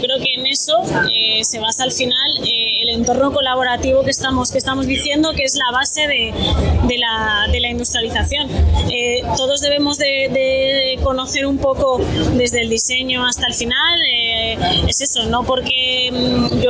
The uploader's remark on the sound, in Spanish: Esta semana hemos viajado de la mano de SIKA a Madrid, para asistir al REBUILD 2022. Os pedimos perdón por la calidad del audio, que no ha sido todo lo bueno que quisiéramos que fuese.